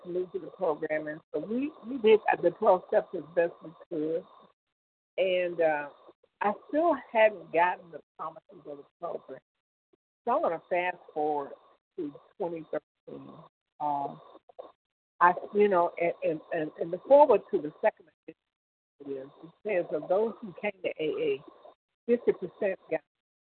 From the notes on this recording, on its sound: 100 Pounders Phone Meeting